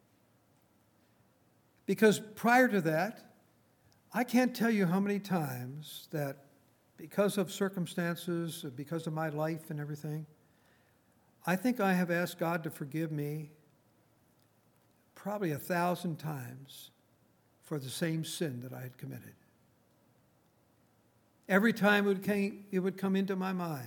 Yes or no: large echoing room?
yes